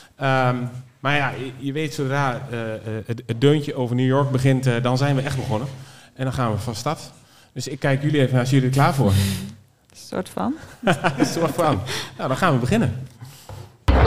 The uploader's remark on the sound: Live in front of a studio audience!!! Is deze aflevering opgenomen voor een live publiek bij Locatie Punt in Deventer!